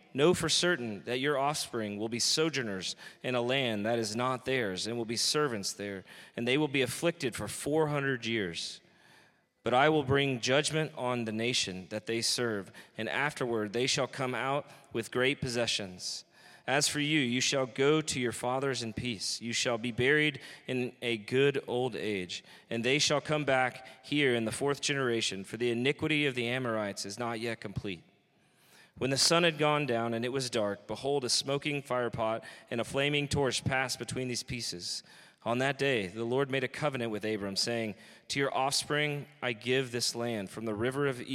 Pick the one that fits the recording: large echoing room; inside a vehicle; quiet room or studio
large echoing room